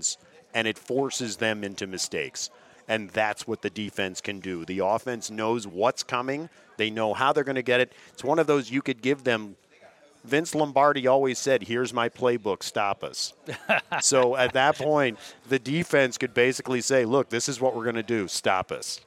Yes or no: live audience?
yes